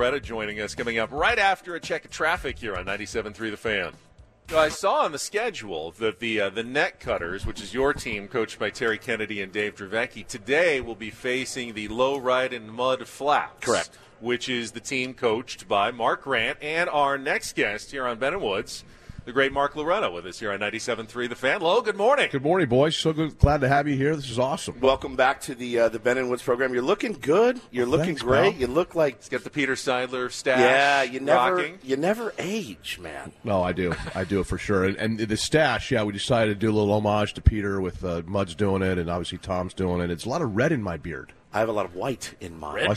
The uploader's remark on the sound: live from the Peoria Sports Complex for Day 2 from Padres Fantasy Camp!